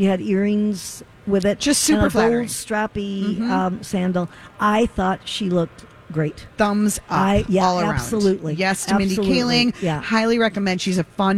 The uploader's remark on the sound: Live at the Rosedale Mall! Broadcast live from the Rosedale Center in Roseville!